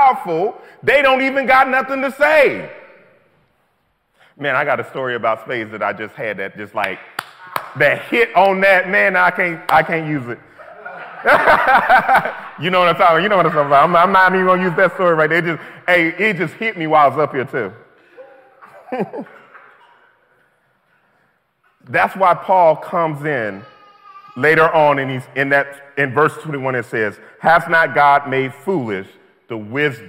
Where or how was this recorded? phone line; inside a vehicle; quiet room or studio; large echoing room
large echoing room